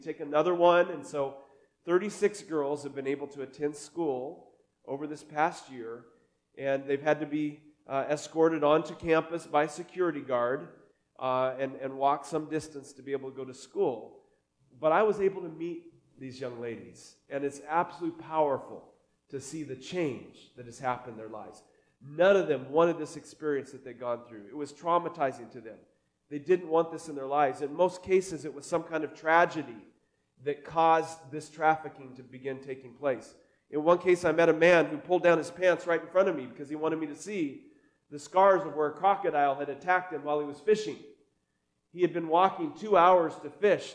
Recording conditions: large echoing room